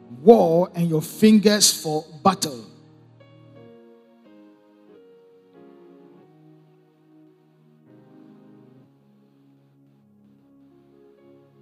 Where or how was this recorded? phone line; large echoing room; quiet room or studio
large echoing room